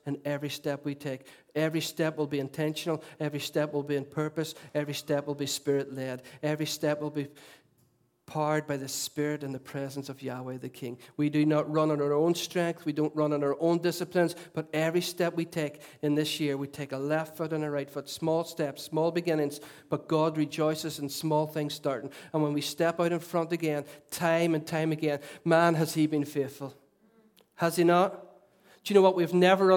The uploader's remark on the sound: Recorded at our Storehouse Venue at 11am on Sunday 29th January 2017.